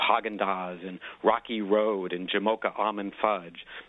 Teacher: Ice creams, you want them to be big and rich and kind of solid and plump, and sure enough, they use a lot of ah vowels, so, you know, Haagen-Dazs and Rocky Road and Jamocha Almond Fudge, chocolate, cookie dough, coconut, all ahs and ohs.